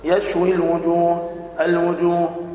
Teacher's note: يشوي الوجوه، هذا مد عرض للسكون بمقدار 4 حركات